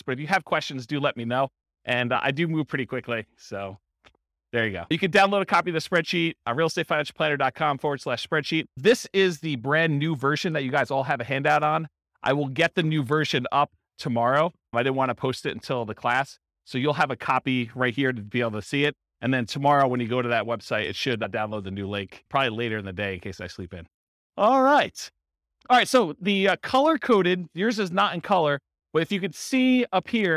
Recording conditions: live audience